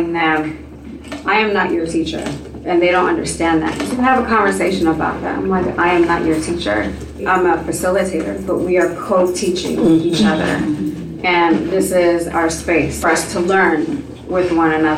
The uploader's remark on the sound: Audio from the 4th annual BlackFemaleProject/Black Teacher Project Women’s History Month Event